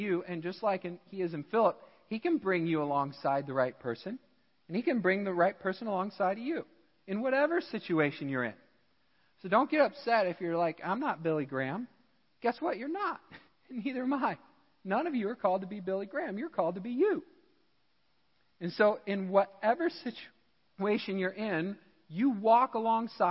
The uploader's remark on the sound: Midland Evangelical Free Church Sermon Audio